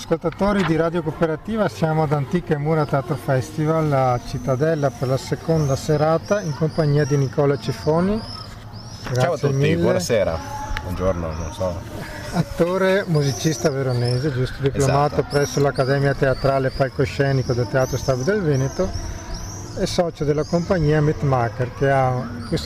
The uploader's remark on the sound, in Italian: la seconda intervista registrata ad Antiche Mura Teatro Festival